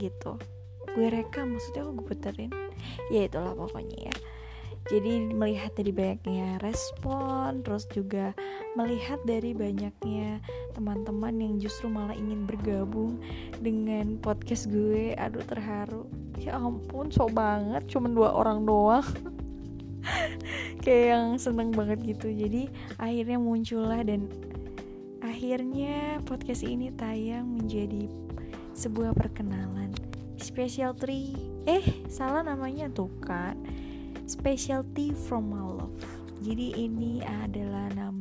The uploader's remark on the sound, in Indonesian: Maaf kalau didalamnya mengandung unsur suara luar karena rekaman ini masih dalam tahap biasa.